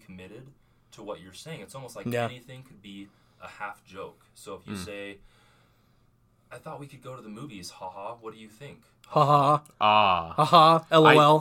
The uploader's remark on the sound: DISCLAIMER: AUDIO IS A WEE BIT OFF.